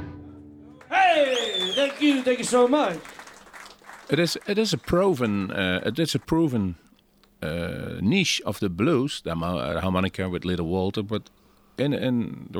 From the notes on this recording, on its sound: Live in Bluesmoose café. Interview en Live opnames.